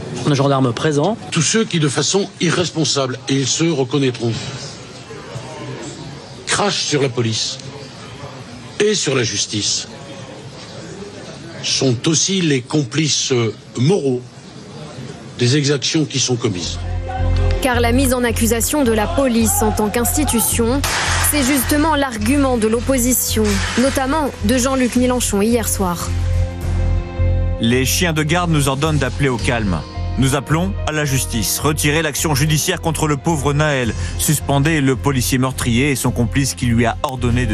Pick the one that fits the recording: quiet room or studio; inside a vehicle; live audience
live audience